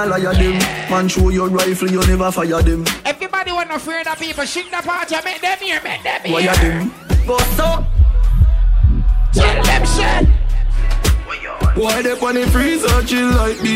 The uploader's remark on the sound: Live audio from Seafood Tuesdays at Manville in NY